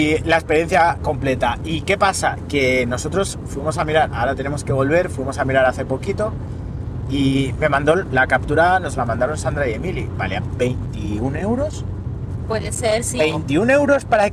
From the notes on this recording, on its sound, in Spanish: Lo primero de todo es pedir disculpas por la calidad del audio, este episodio ha sido grabado durante un viaje a Andorra y en el acto durante el trayecto en coche, sin ninguna preparación. Una charla espontánea entre amigos.